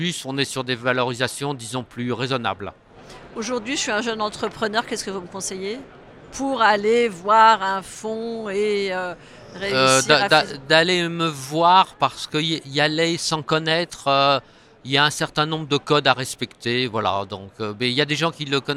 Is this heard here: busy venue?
yes